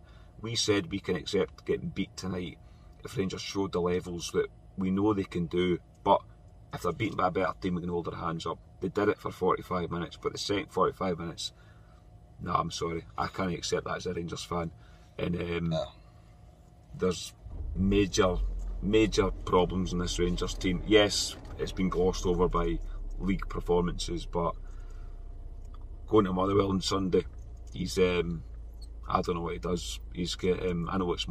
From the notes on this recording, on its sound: reaction from the car after leaving Ibrox.